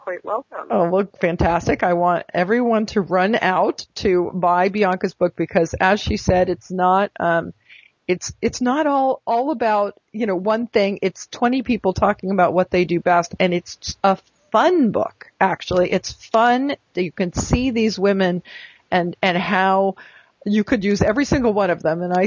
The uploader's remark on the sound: we have a telephone interview